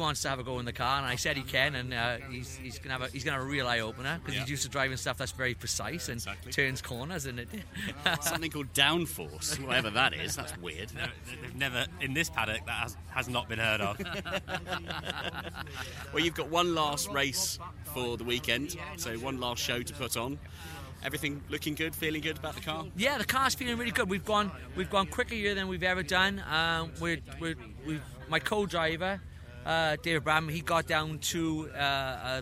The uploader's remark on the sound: Brings the sounds of The Goodwood Revival Meeting 2022. We hear from racing drivers, racing car owners, team mechanics and media personalities all captured at the world's most prestigious and most celebrated historic motorsport event, The Goodwood Revival Meeting in West Sussex. Over the course of 3 days of the event.